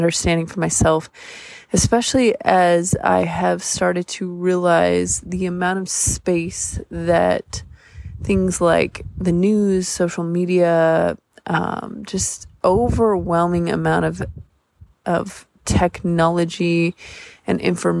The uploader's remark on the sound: Enjoy the bonus wave sounds in the background - I recorded this one by the beach ;)